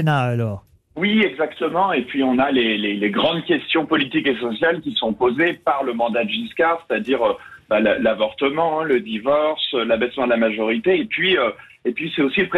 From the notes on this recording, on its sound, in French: LE COUP DE FIL DU JOUR. Était au téléphone des Grosses Têtes.